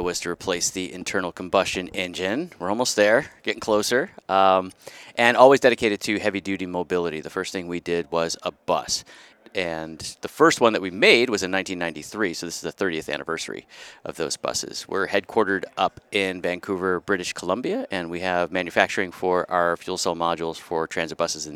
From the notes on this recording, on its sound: we're live at the Hydrogen Americas Summit